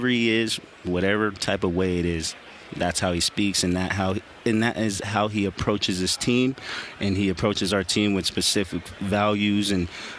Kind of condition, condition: setting, busy venue